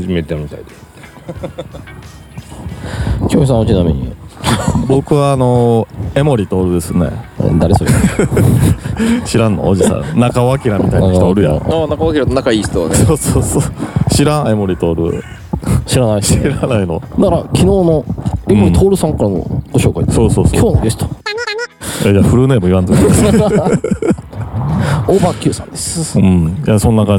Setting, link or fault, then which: setting, outdoors